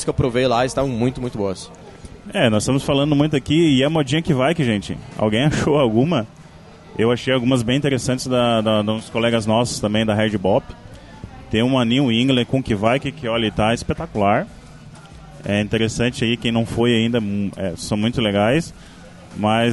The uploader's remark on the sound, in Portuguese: Participou do Festival Brasileiro da Cerveja de 2020, encontrou alguns patronos, e aproveitou pra gravar um episódio especial pro Beercast.